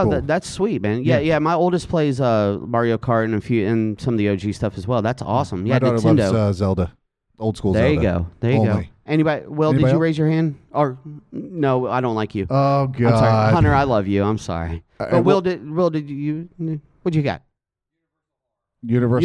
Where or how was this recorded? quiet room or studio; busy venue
busy venue